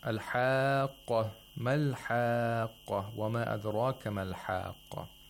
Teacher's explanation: So you have to lengthen these matul lazims to six vowel counts. Mm-hmm. You don't have a choice of four or five vowel counts.